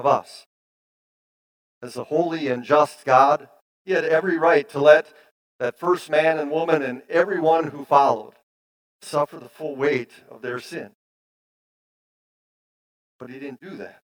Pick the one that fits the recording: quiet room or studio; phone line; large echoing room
large echoing room